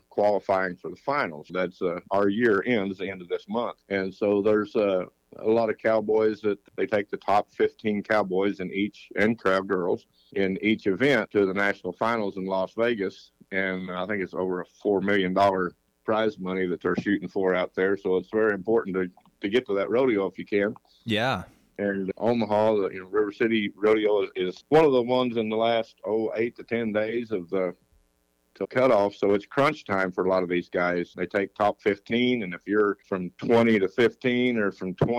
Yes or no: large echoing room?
no